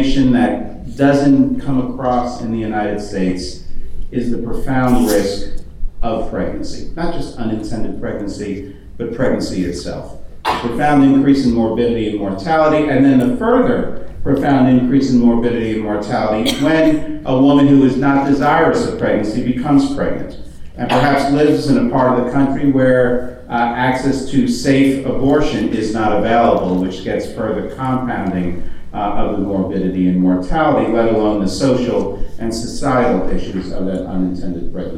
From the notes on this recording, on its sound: Recorded at the Faculty of Family Planning and Reproductive Healthcare annual symposium in Warwick this year.